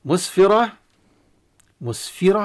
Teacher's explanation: مسفرة مسفرة، طبعا انتبه كما قلت الكسرة إذا قبل الحرف مفتوح أو مضموم، وبالذات الضم ذاك أن ننتبه إلى الكسرة. تفخيم الراء لأنها مفتوحة والتاء المربوطة تقلب هاء